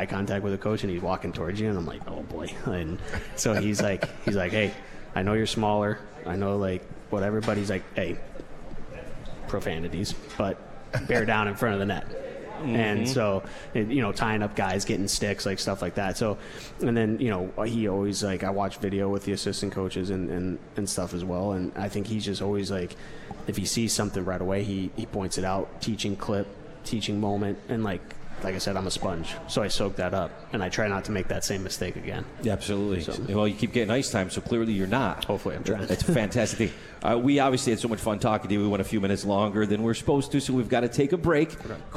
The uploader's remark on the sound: live from The 72 Tavern